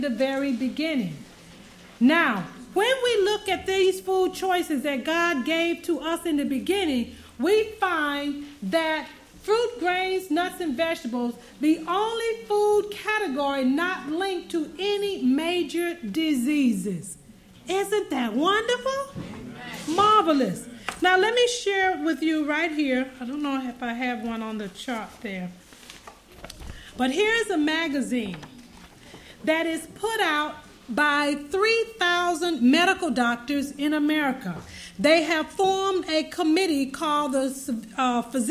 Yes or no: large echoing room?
yes